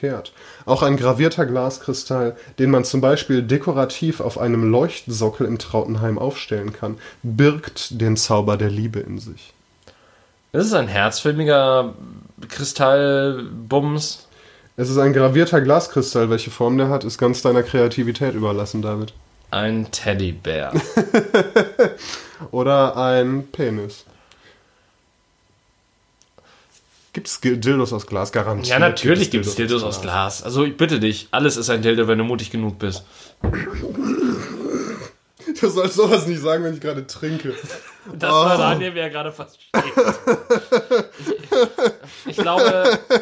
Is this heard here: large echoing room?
no